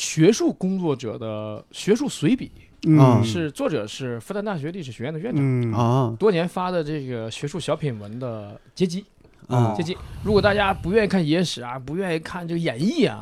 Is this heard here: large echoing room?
no